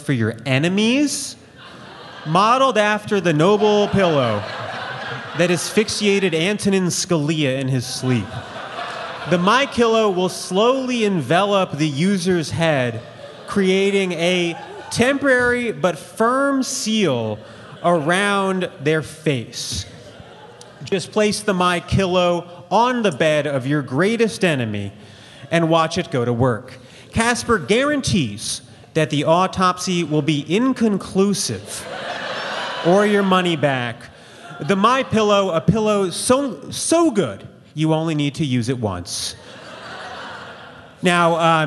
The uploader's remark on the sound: Live in Austin. Recorded live at Stateside at the Paramount!